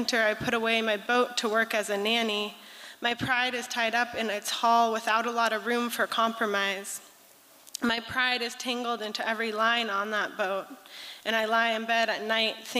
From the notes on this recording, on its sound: 2023 FPG-Liberty Theatre-Friday Night. Performance was recorded at the Liberty Theatre.